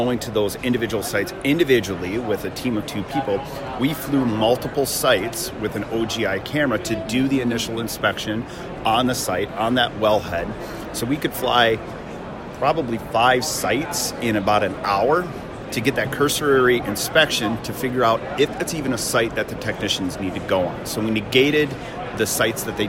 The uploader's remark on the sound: The interview was conducted at the Williston Basin Petroleum.